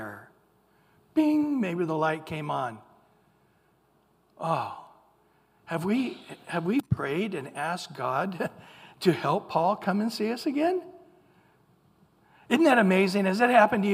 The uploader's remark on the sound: Recorded at Calvary Chapel of Los Alamitos on July 16 2023 on Sunday Morning Sermon